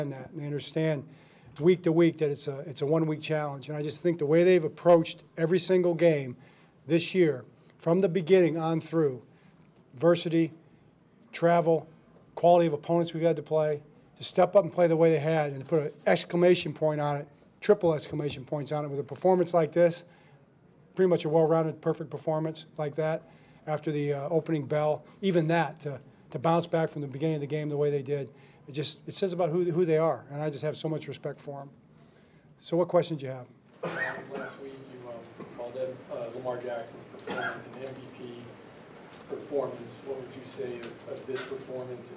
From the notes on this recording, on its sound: Postgame Press Conferences.